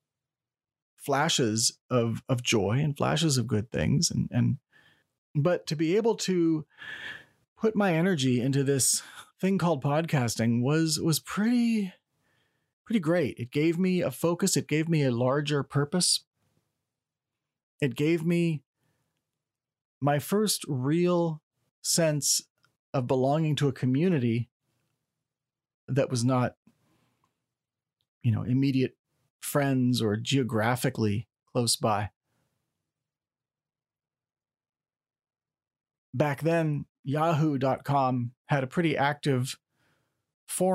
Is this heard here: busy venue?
no